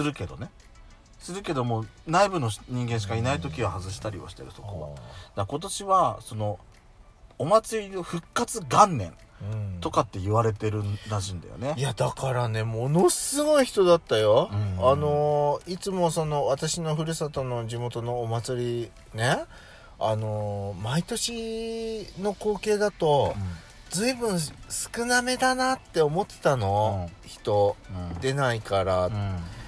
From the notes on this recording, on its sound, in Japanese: パーキング収録。